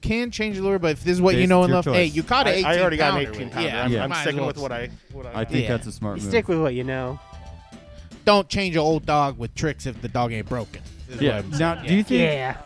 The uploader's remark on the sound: BugCon 2021 Sega Bass Fishing Fish Off! Live recording. Audience members battle it out in the first annual Sega Bass Fishing Fish Off.